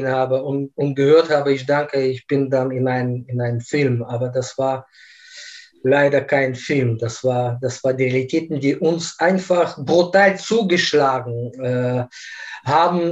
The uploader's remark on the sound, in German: Aufgrund der nach wie vor anhaltenden Corona-Pandemie haben wir das Gespräch als Videokonferenz aufgenommen.